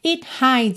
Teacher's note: atenção que o E é mudo, tá? Vai do D direto pro S